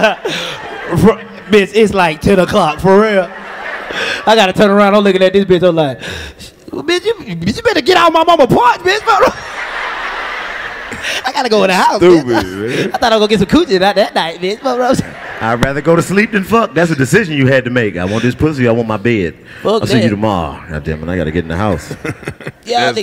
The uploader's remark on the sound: the final sold out show from The Nashville Comedy Festival